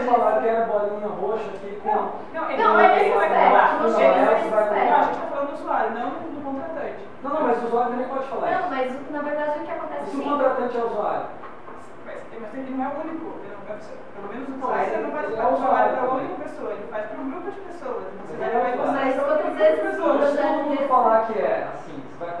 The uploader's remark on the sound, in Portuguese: Este podcast foi gravado durante a apresenta��o do artigo sobre o assunto no Congresso de Design da Informa��o. Este podcast foi gravado durante a apresenta��o do artigo sobre o assunto no Congresso de Design da Informa��o que aconteceu aqui em Curitiba semana passada.